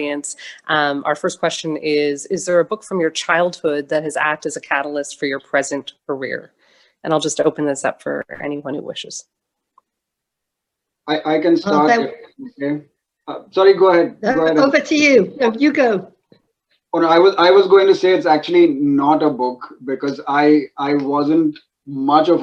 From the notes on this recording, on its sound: This episode is the audio version of a live online session at #JLFToronto2020.